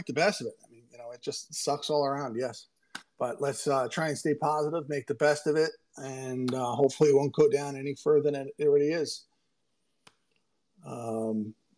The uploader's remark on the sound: recorded on Twitter Spaces